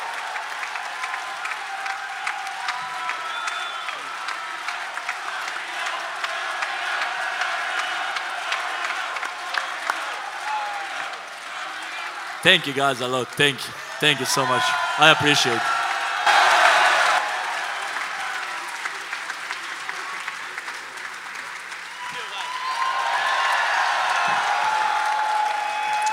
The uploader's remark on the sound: Even if you don’t like live podcasts, this one is a must listen.